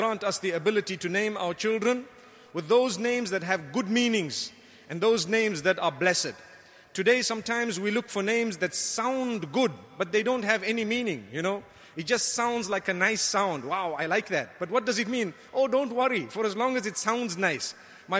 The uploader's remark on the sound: Delivered at Tuanku Mizan Zainal Abidin Musjid